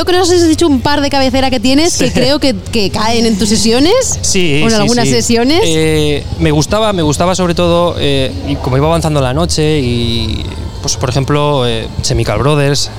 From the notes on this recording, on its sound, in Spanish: Extraído de la retransmisión en directo de la primera edición de Gramola , la feria de la música aragonesa. Séptimo podcast extraído de la retransmisión en directo de la primera edición de Gramola , la feria de la música aragonesa.